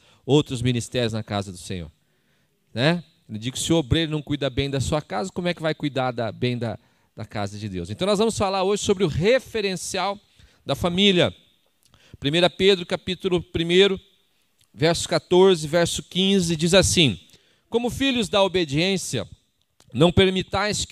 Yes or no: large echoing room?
yes